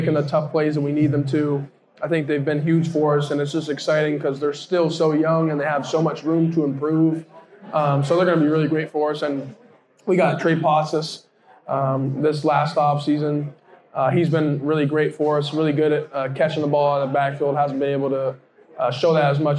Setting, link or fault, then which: setting, busy venue